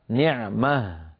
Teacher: وأغلب العرب تجعلها في الوصل تاء وفي الوقف هاء ساكنة · Term: هاء التأنيث